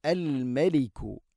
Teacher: അൽ മലിക് അല്ല അൽ മലികു. മീമിനെ പിന്നെ നേർപ്പിക്കണം, കനപ്പിച്ചുകൊണ്ട് ഉച്ചരിക്കരുത്